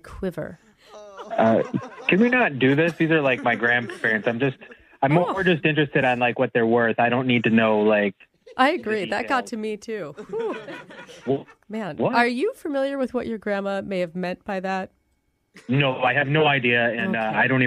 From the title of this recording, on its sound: Phone Tap